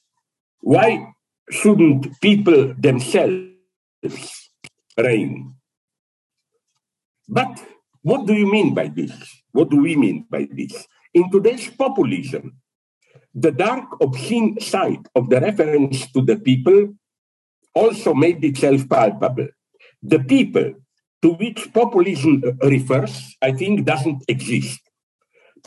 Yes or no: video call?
yes